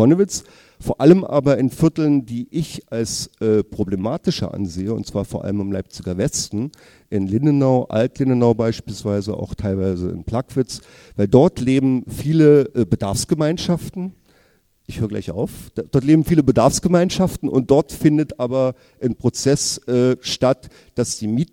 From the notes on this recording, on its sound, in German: Mitschnitt der Podiumsdiskussion. Im UT Connewitz in Leipzig.